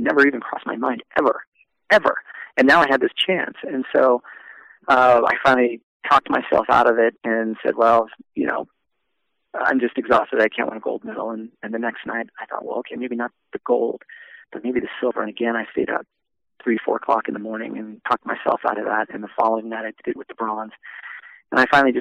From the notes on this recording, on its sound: We were lucky enough to speak with him via phone in his hometown of Albuquerque, New Mexico.